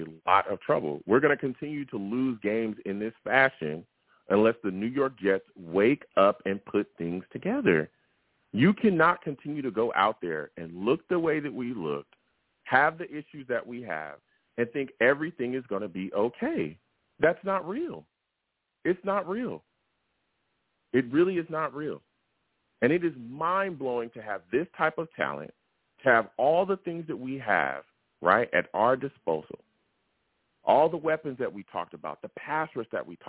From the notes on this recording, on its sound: Live immediately after the Jets game against the Bengals, I sat down and discussed the game! The callers went crazy on this show and the takes were flying! I take live callers!